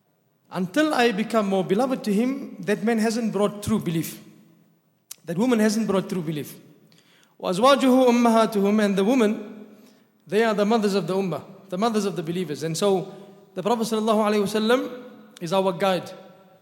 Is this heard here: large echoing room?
yes